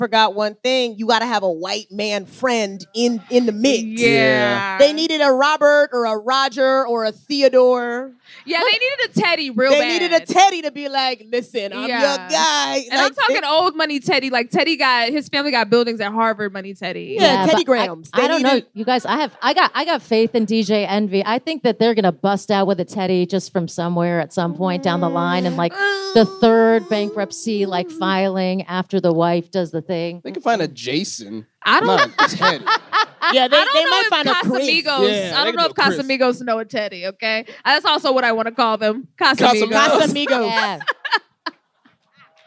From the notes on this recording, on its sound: Scam Goddess Live in San Francisco. Scam Goddess Live at Sketchfest 2024. In the sold-out Cobb’s Comedy Club.